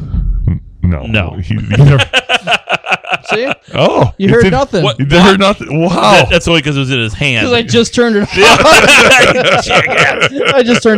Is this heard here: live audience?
no